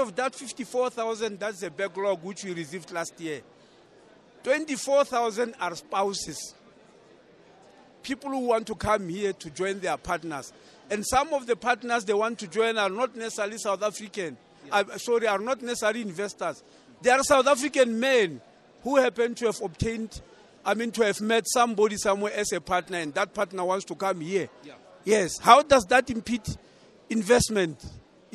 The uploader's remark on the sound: Speaking on the Sidelines of the 5th South Africa Investment Conference at the Sandton Convention Centre